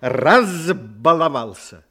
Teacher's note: «Б» – звонкий согласный звук, значит, перед ним звук «з».